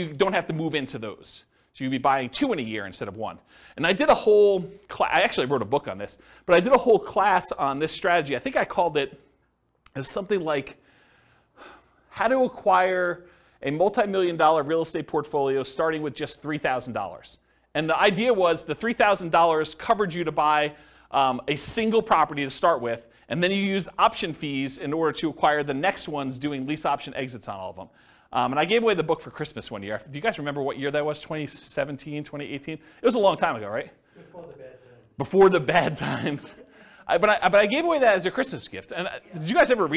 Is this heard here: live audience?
yes